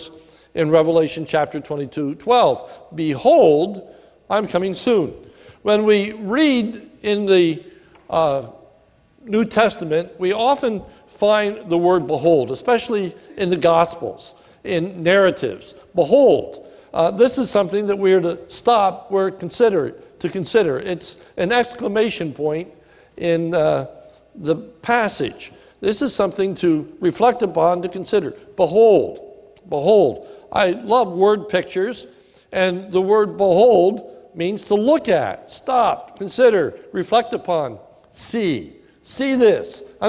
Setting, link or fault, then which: setting, large echoing room